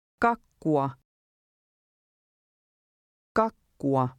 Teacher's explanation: Notice the U-A at the end of the word. They are pronounced as two distinct letters.